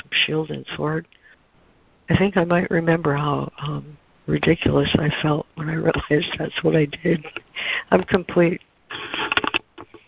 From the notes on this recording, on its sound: ACIM Daily Conference Call